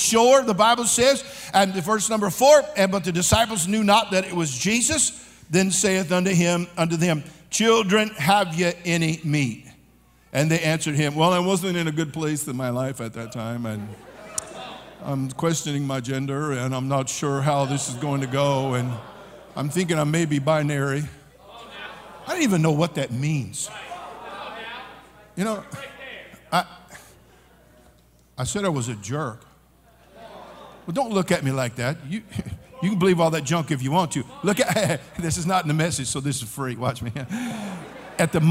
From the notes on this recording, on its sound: During the Monday Evening service of the 40th Annual National Youth Conference in Santa Clara, California.